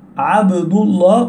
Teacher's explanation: فإذا قلت عبد الله تفخم لام لفظ الجلالة لأن قبلها مضموم